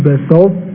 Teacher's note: أحافظ على تفخيم الطاء بسطة